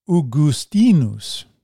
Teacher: Augustine's Latin name is properly pronounced Augustinus, with the accent on the penultimate syllable. The pronunciation of Augustine preserves that accent pattern.